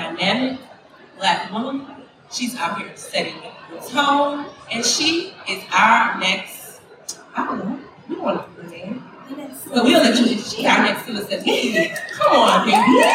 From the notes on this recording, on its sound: we're live at Afrotech in Austin, TX!